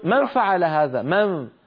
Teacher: فينتقل من الميم إلى الفاء مباشرة، لكنه لا يطيل الغنة